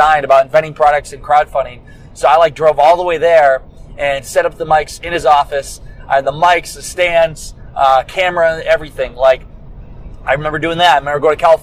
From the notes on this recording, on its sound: On the long road from Iowa to Orlando, I picked up my mic and hit record. What I am using to record this from the car.